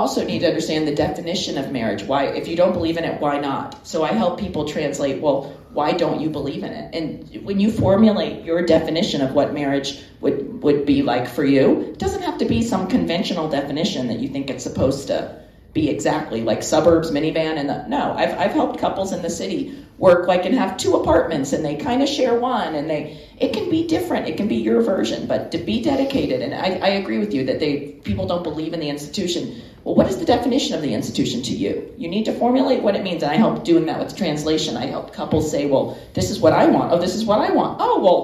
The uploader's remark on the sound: A live studio audience. A live Q.